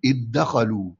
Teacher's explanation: قلنا بندغم الذال في التاء أو الذال في الدال، وننطقها دالا مشددة أو تاء مشددة